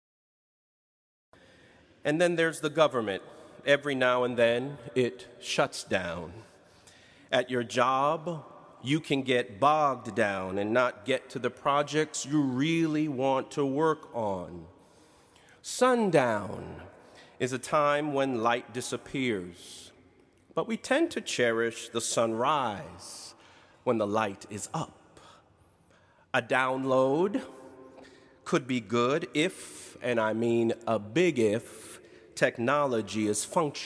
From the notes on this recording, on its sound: in Duke Chapel on April 14, 2019